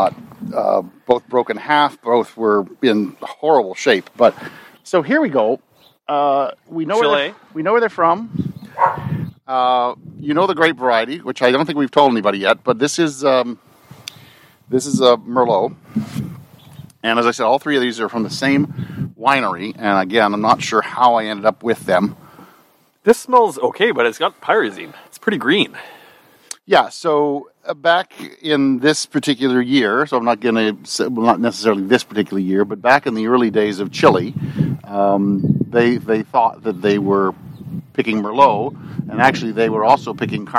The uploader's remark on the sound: It has also been awhile since the guys were able to get together face to face. This podcast was recorded at the Grape Guys backyard following the COVID-19 guidelines.